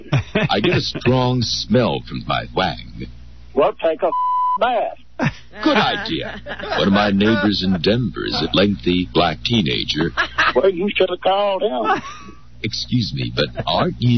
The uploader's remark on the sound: Crank Calls